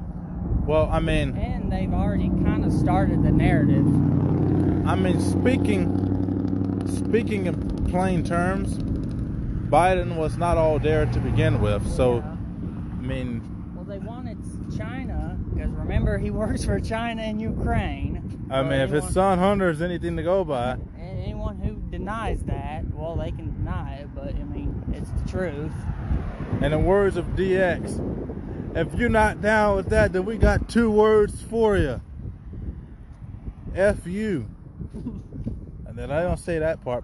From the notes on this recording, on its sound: Conversation on the beach. From time to time I will record our outings to save our thoughts a latee time.